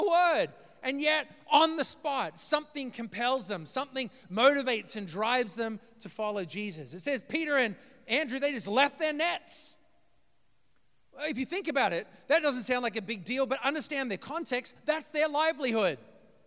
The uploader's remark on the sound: preached this message on February 26th at our Downtown community